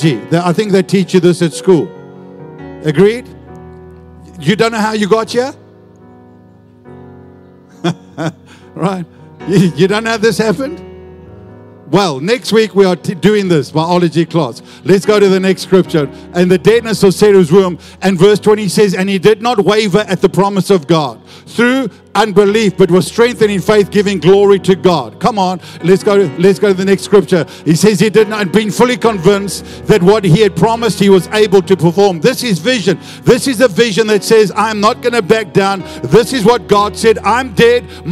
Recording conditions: large echoing room